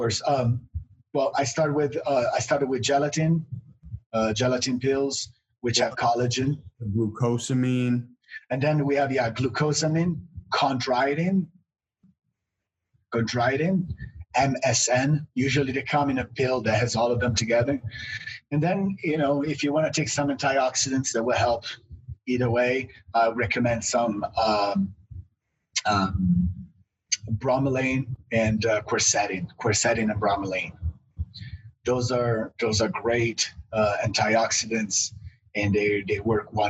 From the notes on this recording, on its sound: sat down on Zoom